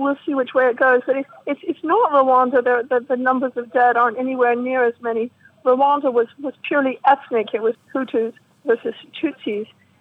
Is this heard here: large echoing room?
no